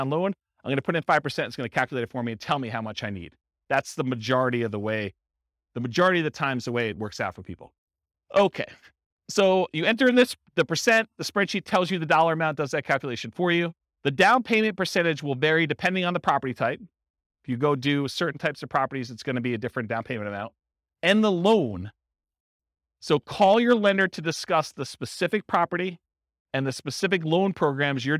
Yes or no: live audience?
yes